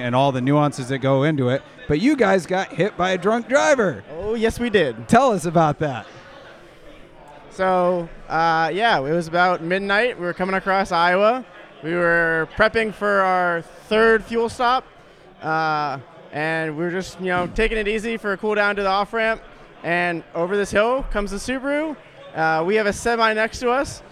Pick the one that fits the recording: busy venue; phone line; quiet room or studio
busy venue